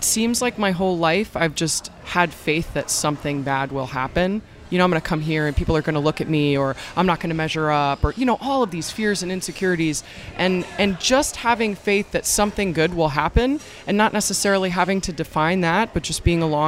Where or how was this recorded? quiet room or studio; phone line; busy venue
busy venue